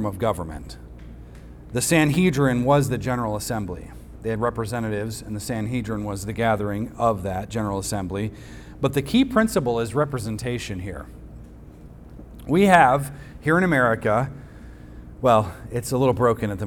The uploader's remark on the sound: recorded on Sunday, August 13th, 2023, at the weekly worship gathering of Cross & Crown Church.